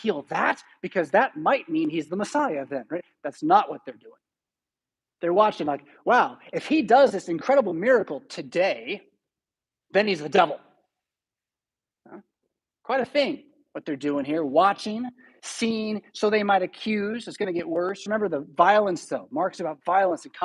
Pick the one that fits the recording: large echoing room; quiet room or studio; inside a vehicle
large echoing room